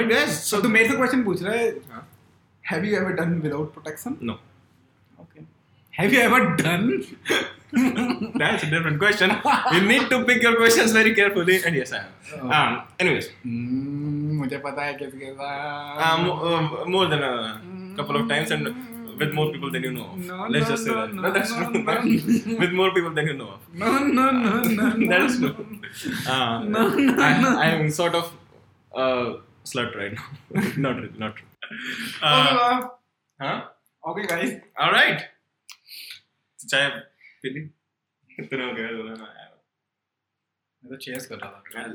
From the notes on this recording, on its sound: This podcast was recorded as video but the memory card got corrupted and the audio is also fucked.